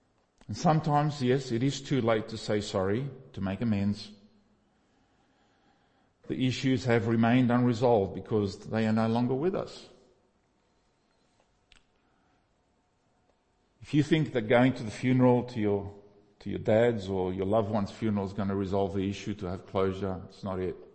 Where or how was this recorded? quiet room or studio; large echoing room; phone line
large echoing room